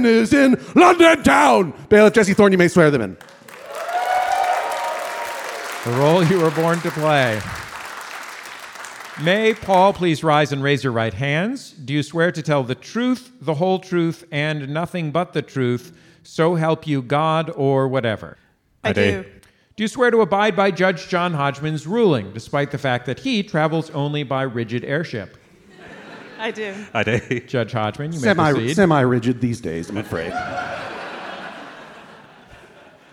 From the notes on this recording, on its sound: This week's episode was recorded LIVE from the London Podcast Festival!